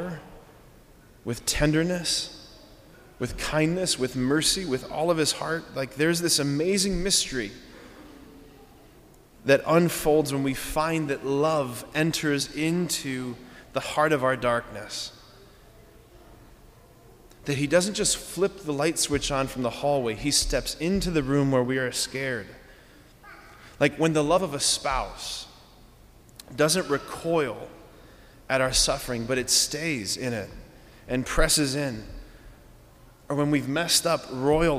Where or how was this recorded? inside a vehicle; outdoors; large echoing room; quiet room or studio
large echoing room